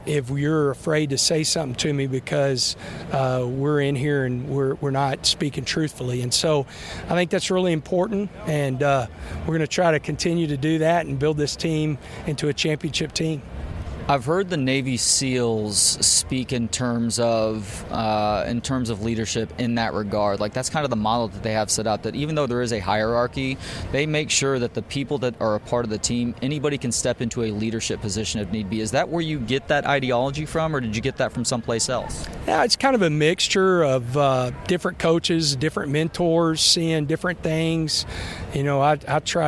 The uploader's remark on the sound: from Big 12 Media Days at AT&T Stadium in Arlington.